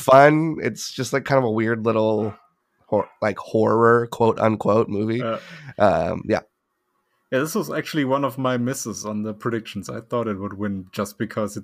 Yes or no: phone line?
no